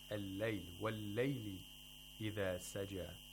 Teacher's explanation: Verse 2 of Surah Al-Duha has a matulin in the word al-layl, wal-layli idha saja. We have a ya sakina preceded by a letter with a fatha. We have a diphthong.